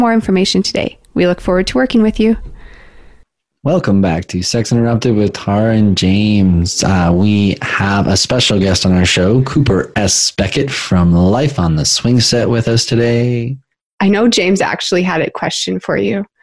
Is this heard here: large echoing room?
no